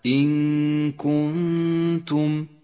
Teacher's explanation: تخفى النون بالكاف مع بقاء غنة للنون من غير تشديد · Term: الإخفاء